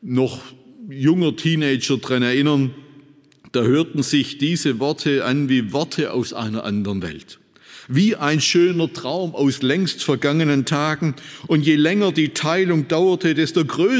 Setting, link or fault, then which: setting, large echoing room